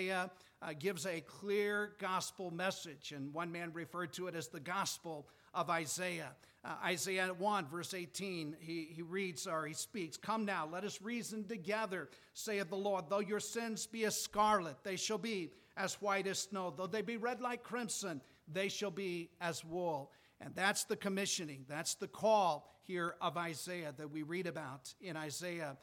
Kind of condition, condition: setting, large echoing room